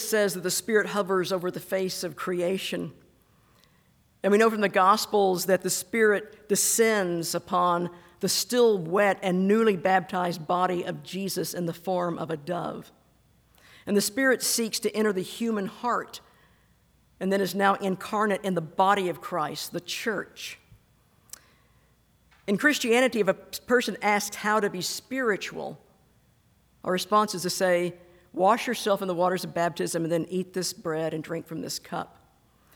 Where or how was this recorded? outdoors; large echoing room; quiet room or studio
large echoing room